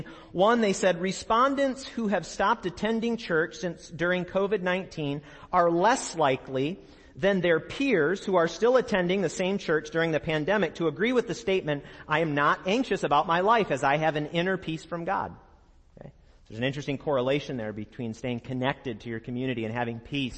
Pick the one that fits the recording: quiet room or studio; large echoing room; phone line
large echoing room